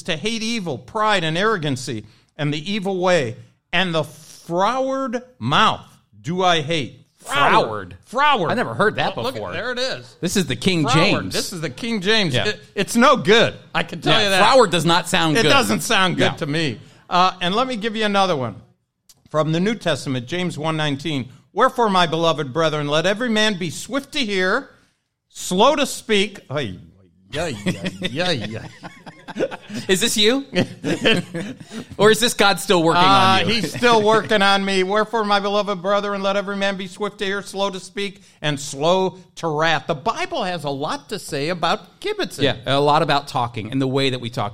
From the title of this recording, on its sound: with a live studio audience